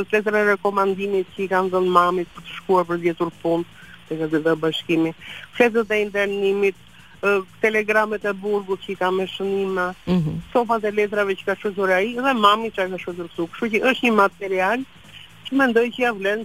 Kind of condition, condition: link, phone line